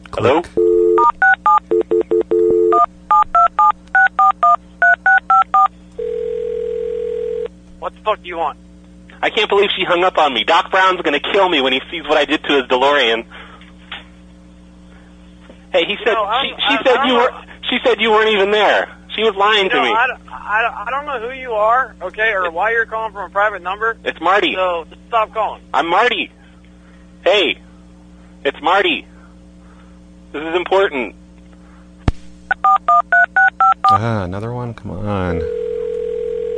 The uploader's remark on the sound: Personal Prank Phone Calls Collection. Snow plow show old forum calls.